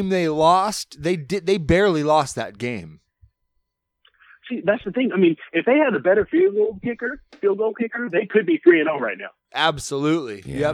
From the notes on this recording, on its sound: Hotline phone calls